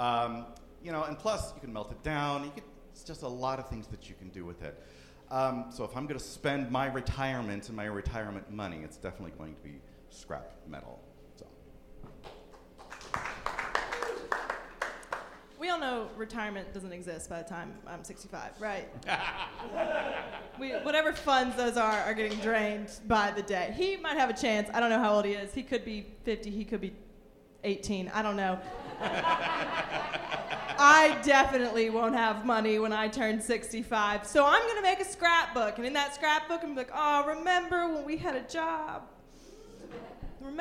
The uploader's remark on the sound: live show recorded in Bristol Tennessee